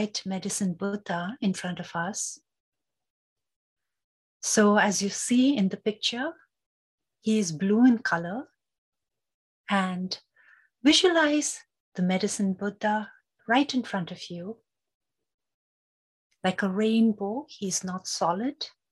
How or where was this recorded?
video call